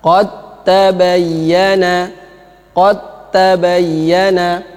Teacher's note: Huruf pertama ini dal ini wajib diidghamkan ke ta, dimasukkan ke ta. Maka caranya adalah sukunnya dihilangkan, kemudian tanya ditasdid.